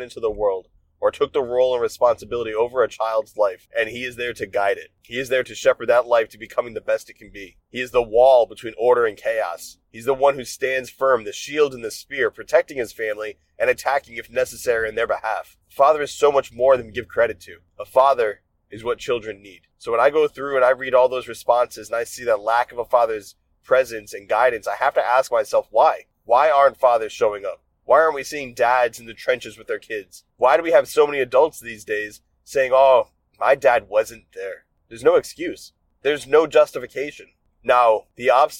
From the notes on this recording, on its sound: In this episode I recorded some thoughts I had while driving home